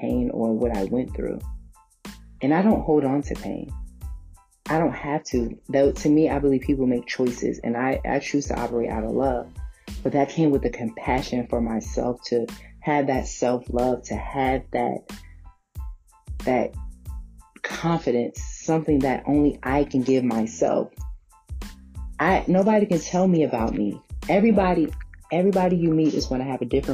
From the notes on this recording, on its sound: Sorry for the background noise I was at work